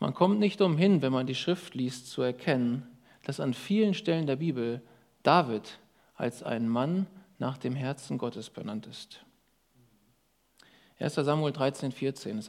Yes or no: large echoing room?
yes